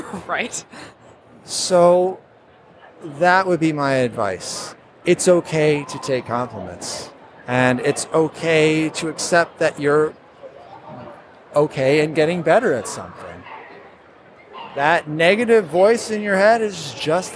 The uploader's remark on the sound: Live from C2E2.